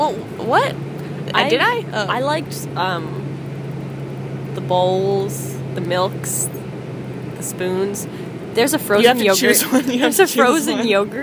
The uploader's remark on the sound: Recorded on the bus ride from Amsterdam to Paris.